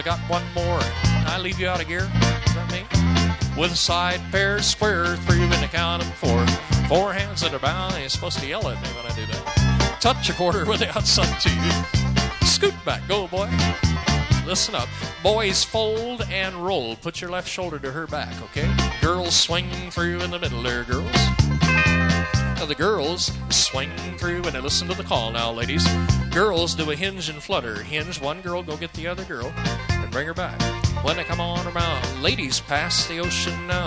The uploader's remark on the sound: live dance recording